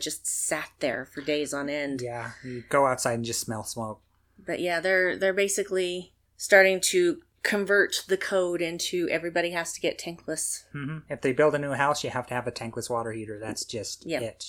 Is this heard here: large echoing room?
no